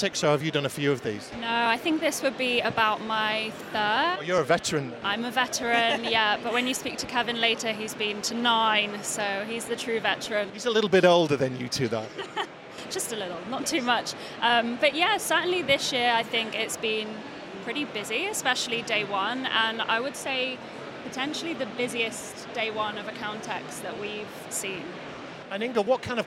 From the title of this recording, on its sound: Event Special - Accountex 2023 Live Interviews